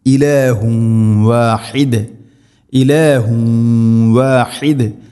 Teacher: തൻവീനിനെ വ എന്ന അക്ഷരത്തിലേക്ക് കൂട്ടിലയിപ്പിച്ച് മണിച്ചുകൊണ്ട് ഉച്ചരിക്കണം